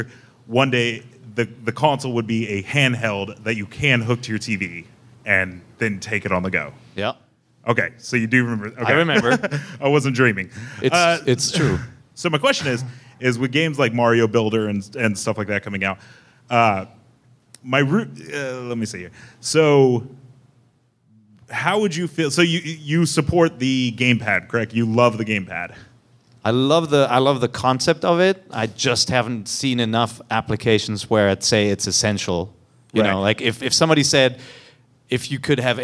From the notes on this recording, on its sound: IGN opened it's door to the community on February 26, 2015 and hosted a live show for your favorite Nintendo podcast